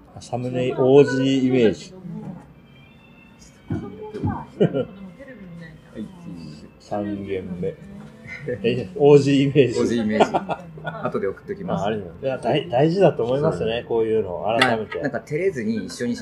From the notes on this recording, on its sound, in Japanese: 飲食店でのおしゃべりをスマートフォンで録音しているので、音質にはあまり期待しないでください